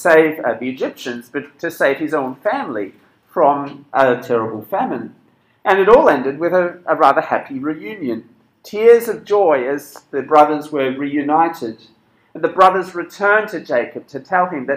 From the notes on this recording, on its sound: This sermon was preached at Cross & Crown Penang on 6th February 2022.